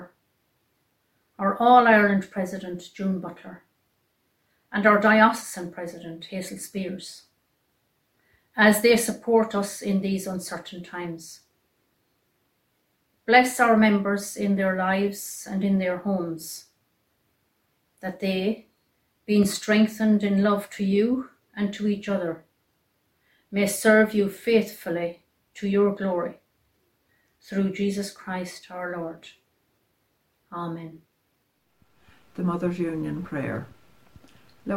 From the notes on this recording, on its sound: Our online service this week is the Diocesan Mothers' Union Festival Service from Kildallon Church.